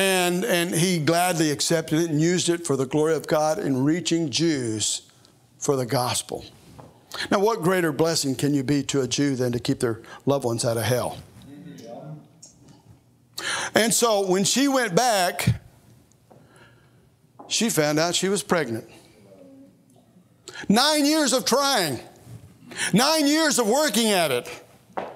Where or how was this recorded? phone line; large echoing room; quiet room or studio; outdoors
large echoing room